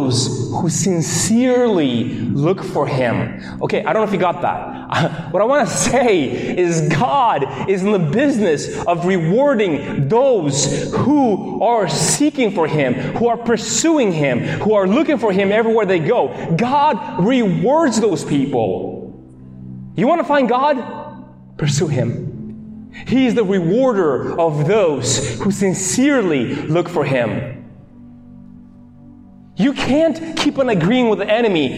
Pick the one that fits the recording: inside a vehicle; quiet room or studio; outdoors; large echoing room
large echoing room